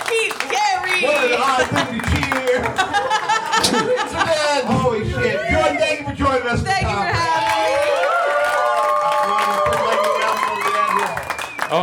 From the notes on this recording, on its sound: Live from Hollywood. Recorded live at Third Wheel Comedy in Hollywood, CA.